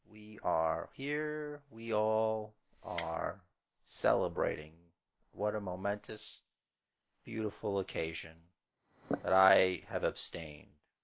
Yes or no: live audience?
no